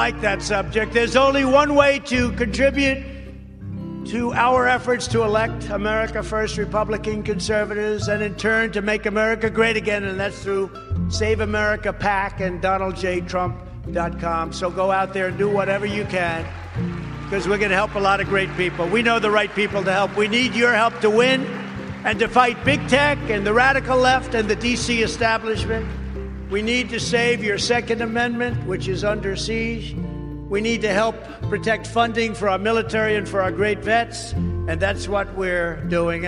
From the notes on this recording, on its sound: speaks at the Conservative Political Action Conference (CPAC) in Orlando, Florida on February 28th, 2021.